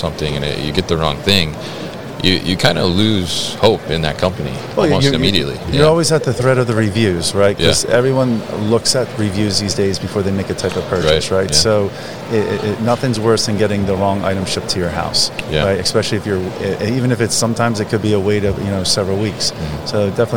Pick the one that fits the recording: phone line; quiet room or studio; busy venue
busy venue